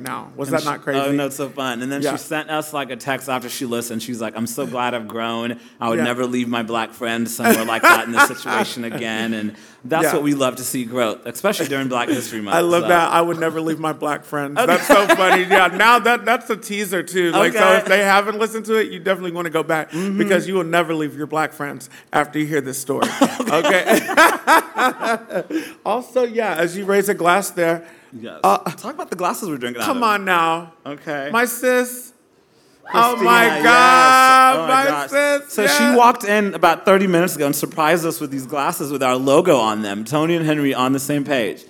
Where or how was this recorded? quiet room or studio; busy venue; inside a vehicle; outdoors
busy venue